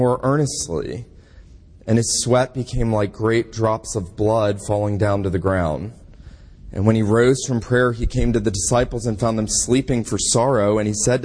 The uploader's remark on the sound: This sermon was preached at Kirk of the Isles PCA in Savannah, GA